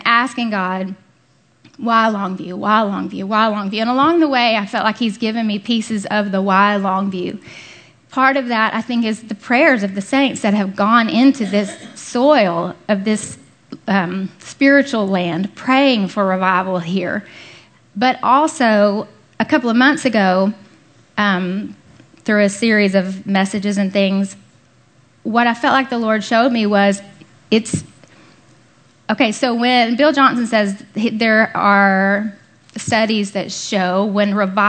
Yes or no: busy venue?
no